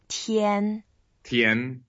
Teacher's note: 天 is the first tone. You go flat. So you just keep it going. Make it very even.